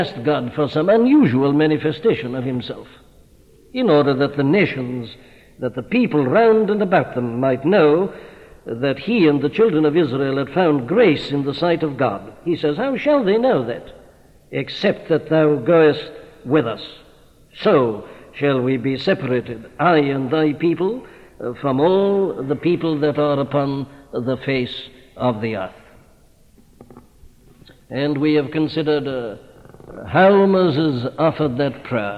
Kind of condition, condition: setting, large echoing room